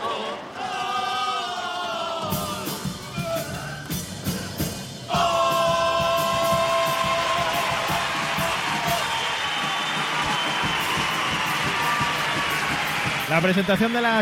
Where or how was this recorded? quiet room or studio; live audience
live audience